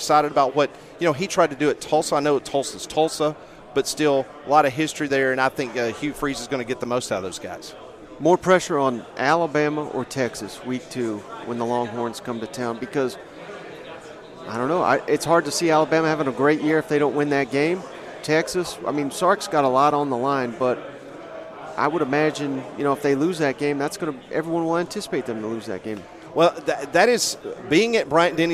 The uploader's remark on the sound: joined us live from 2023 SEC Media Days in Nashville Tennessee